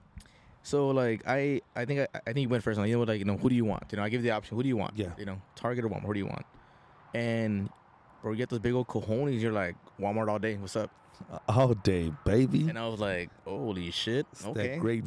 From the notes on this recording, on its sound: Live at the Landmark Arm Wrestling.